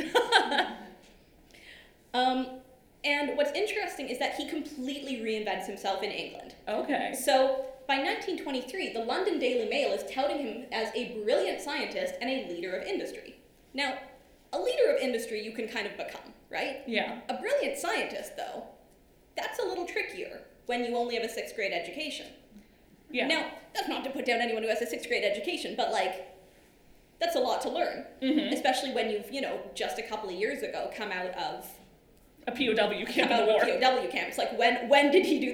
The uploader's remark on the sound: A live podcast recorded on November 8, 2023